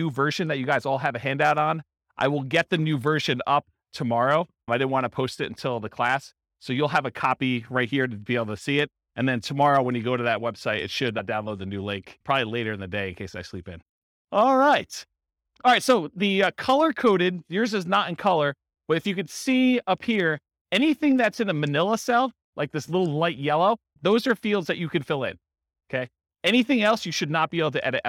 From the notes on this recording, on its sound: This was a live class recorded.